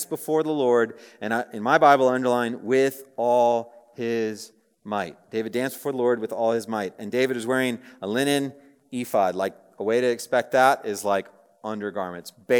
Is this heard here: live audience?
yes